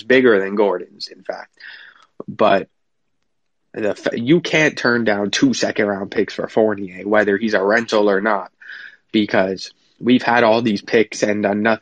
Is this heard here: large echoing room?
no